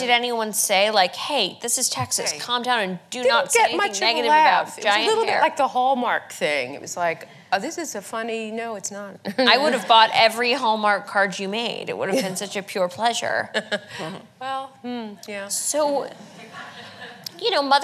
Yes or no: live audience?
yes